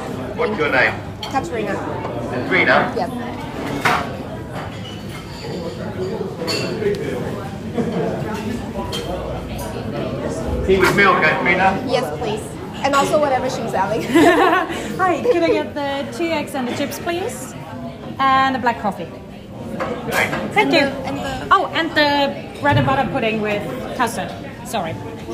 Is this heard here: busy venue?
yes